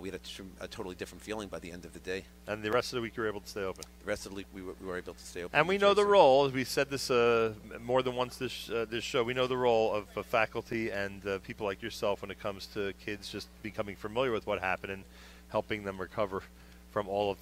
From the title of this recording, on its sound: Live from Yeshivat Noam Yom Ruach